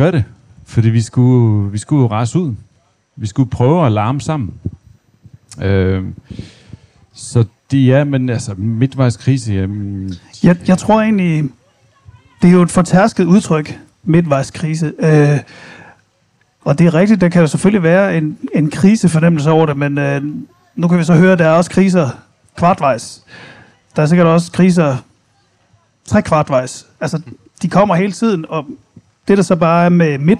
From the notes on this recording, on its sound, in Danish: Lyt til livepodcast fra Alive Festival - 100 procent ufiltreret!